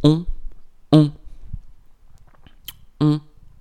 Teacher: shaped like a O, but closed mouth and still air into the nose.